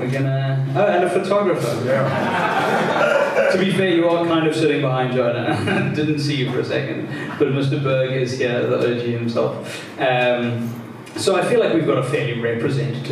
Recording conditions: poor sound quality